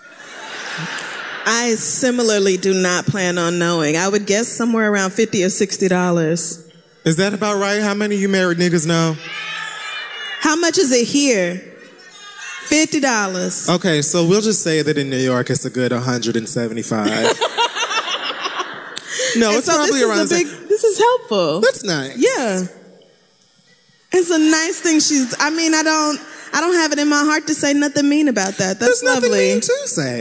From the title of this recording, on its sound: Live in Oakland